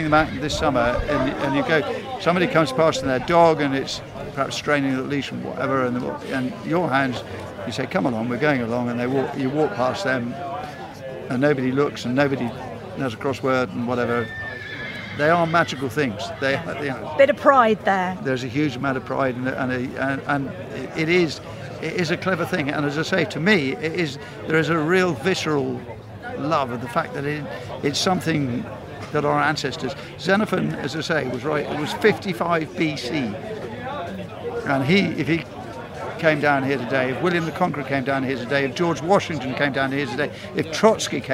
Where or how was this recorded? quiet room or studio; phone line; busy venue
busy venue